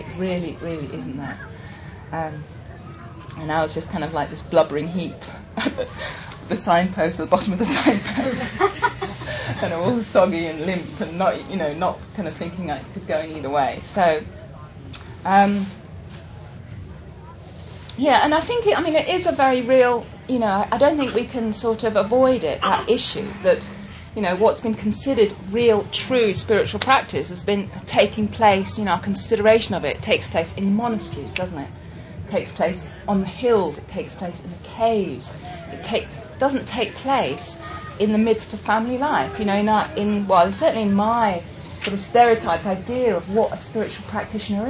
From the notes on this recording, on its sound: Listen for some lovely singing throughout! Talk given at the Buddhafield Festival in 2006.